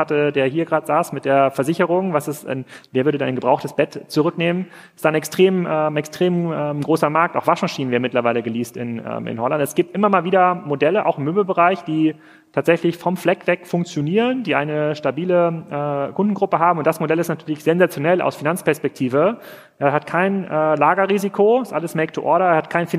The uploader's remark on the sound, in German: live vom POL